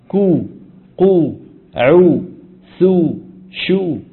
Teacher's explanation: إن كان الحرف مضموما خرج من مخرجه الأصلي وصاحبه ضم الشفتين ضما محكما، كأنك تنطق واوا